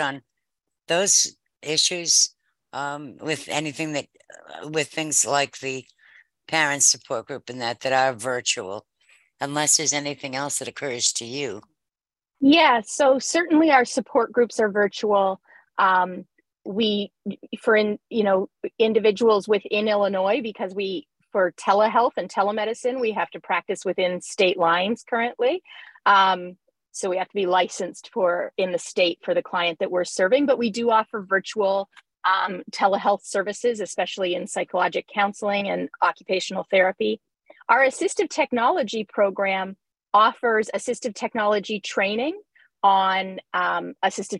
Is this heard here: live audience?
no